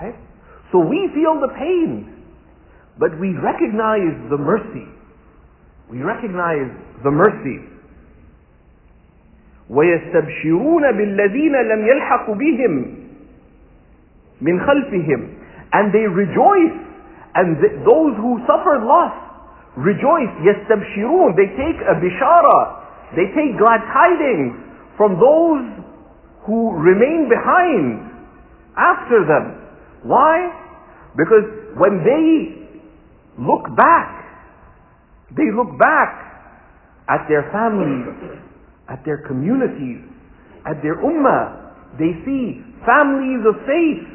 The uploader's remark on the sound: This talk was taken from a Friday sermon (khutba) delivered at Sayeda Khadija Centre.